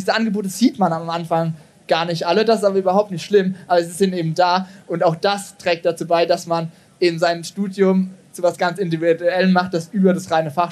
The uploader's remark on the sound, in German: LIVE in Mainz. In dieser LIVE-Aufzeichung vom Tag der offenen Uni in Mainz. Zentrum für audiovisuelle Produktion , Johannes Gutenberg-Universität Mainz.